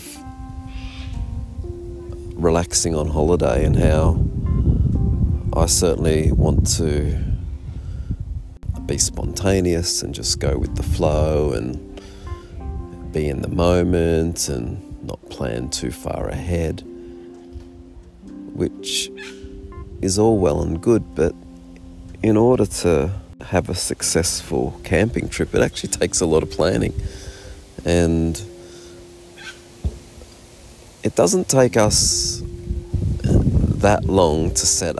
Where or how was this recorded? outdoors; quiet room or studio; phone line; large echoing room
outdoors